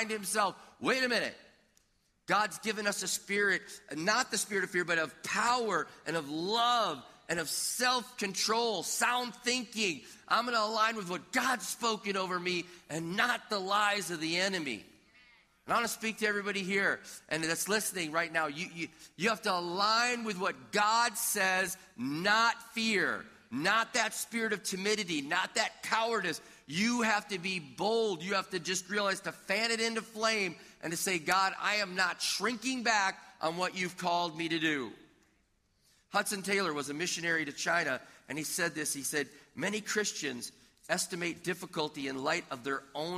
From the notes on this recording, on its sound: This audio was taken from a previously recorded video at River Valley Church in Minnesota.